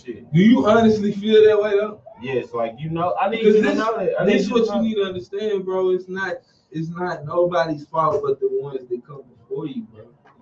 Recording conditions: poor sound quality